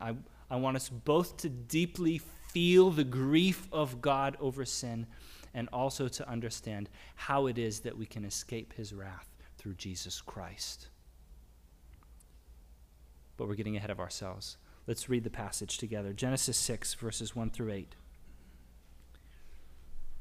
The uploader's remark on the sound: Sermonn audio from the LBC worship service on Sunday, June 5, 2022.